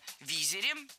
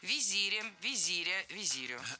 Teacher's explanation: Ударение ставим на второй слог и сохраняем его при склонении. · Shown in: second take